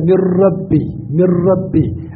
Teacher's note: Amma in ka rubuta min rabbi, min rabbi akan nunun din baka rubuta sukuni, ishara zuwa ga idgham ne kamil, sautin nunun din baya fita